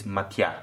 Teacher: It's very quick, the pass from the e to a is matia. So basically that e, that the yota letter, becomes almost a J glide.